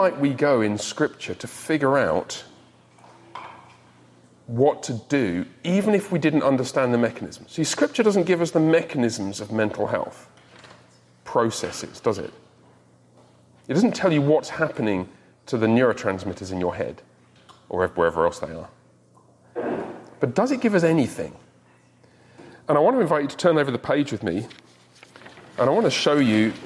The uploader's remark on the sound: In this recording of the recent Men’s Discipleship Breakfast